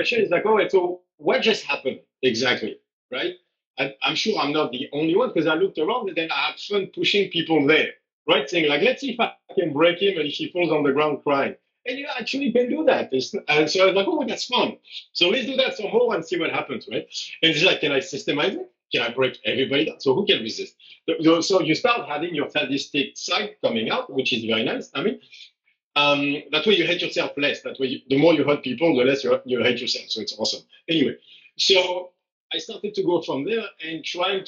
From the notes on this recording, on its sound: It's not the cleanest audio, but don't forget that we're on two different continents and still making this happen!